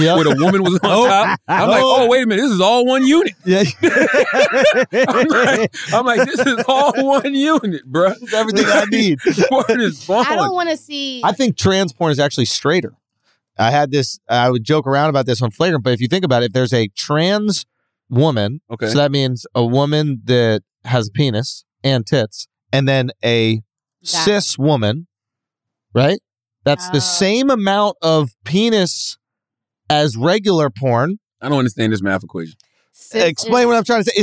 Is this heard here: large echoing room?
no